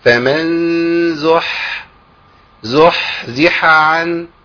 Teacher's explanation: الحاء ليها بحة، ليها صوت